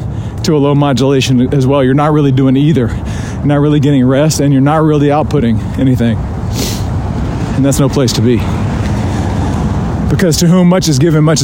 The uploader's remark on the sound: Rucking Edition. You join me live on a ruck.